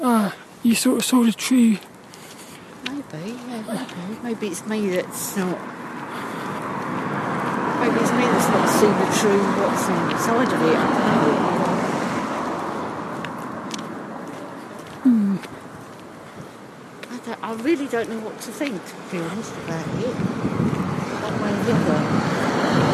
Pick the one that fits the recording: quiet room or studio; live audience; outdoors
outdoors